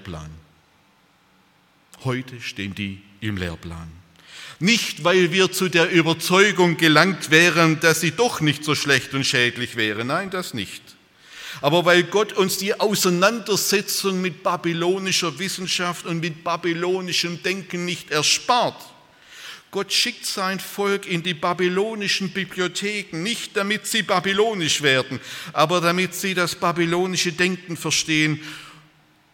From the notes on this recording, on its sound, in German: aus dem Gottesdienst der Liebenzeller Mission